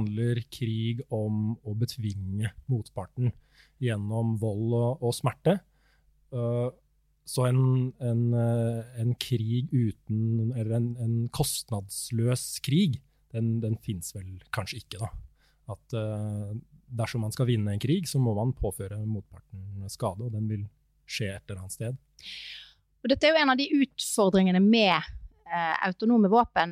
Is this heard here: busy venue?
no